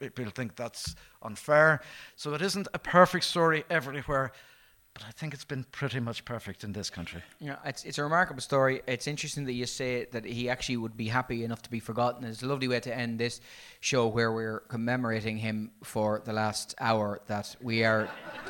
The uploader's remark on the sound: Before the launch of season 4, we present a bonus live episode! Recorded in the lovely surrounds of Smock Alley Theatre in Dublin.